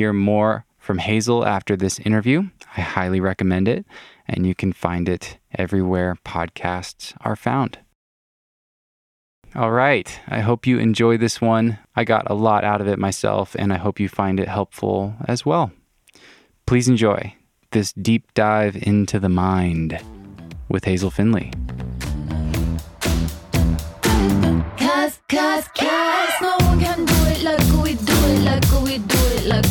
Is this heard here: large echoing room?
no